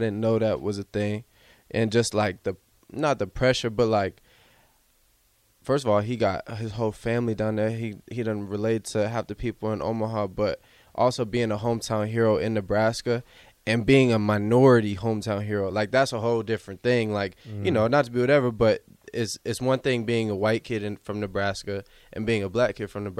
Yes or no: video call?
no